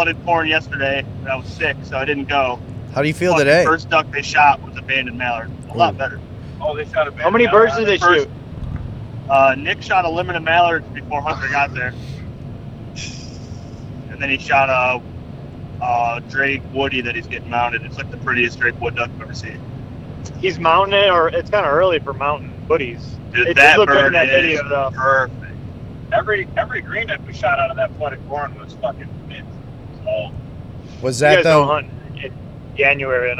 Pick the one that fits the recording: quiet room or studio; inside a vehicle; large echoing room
inside a vehicle